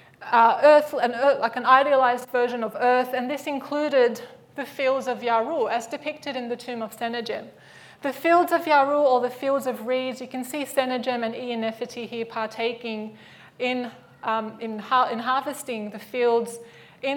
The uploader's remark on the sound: Live at the AM